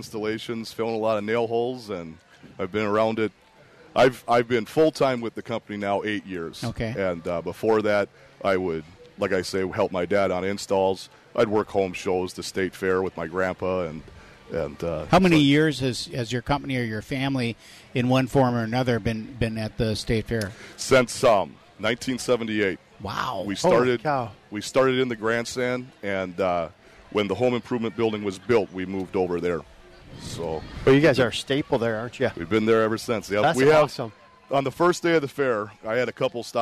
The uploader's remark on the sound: Live from the Fair